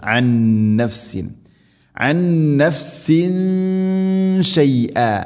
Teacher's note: തൻവീന് ശേഷം ഷീന് ഇഖ്ഫാ ബി ഗുന്ന, അവ്യക്തമാക്കി മണിക്കണം